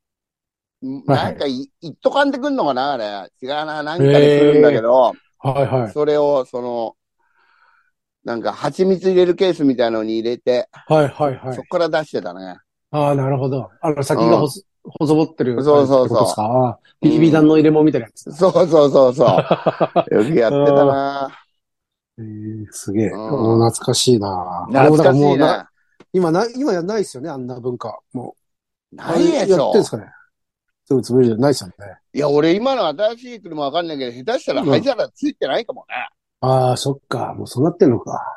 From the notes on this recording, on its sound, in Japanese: ZOOMで収録